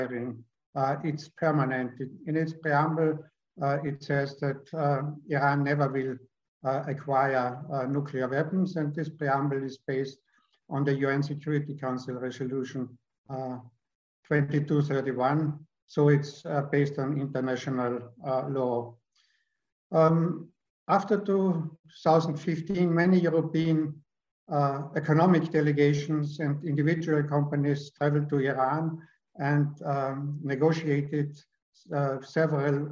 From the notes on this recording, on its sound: This public talk was conducted online via Zoom.